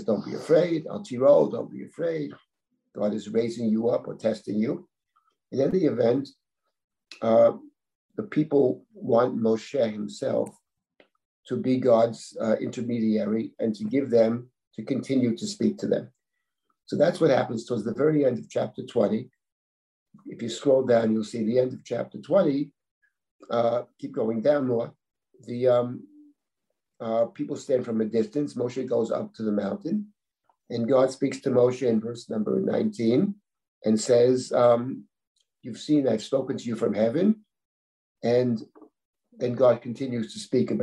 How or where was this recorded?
video call